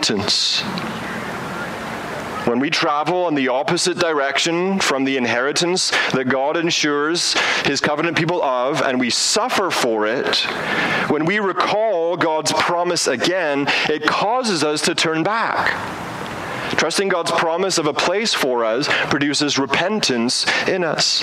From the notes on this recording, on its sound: Preaches outdoors